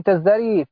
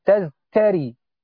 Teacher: لأن الزاي مجهورة والتاء مهموسة، فأبدل من التاء حرف مجهور من مخرجها · Shown in: first take